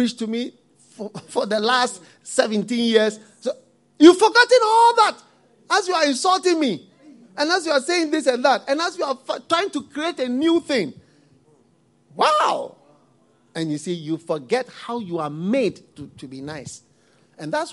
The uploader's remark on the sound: Preached at the FLOW Service, First Love Church